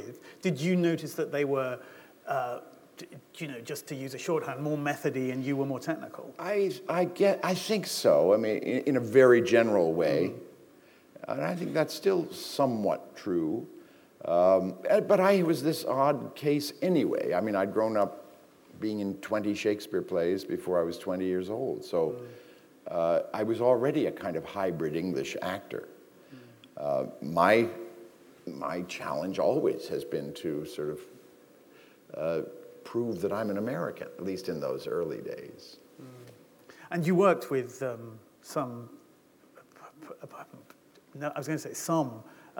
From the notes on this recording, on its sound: This is a recording of a live event from December 2012.